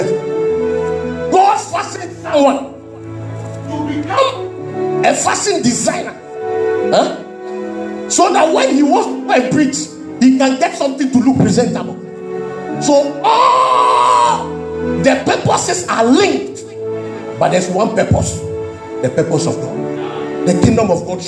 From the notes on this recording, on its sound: This message was preached at the Miracle Service.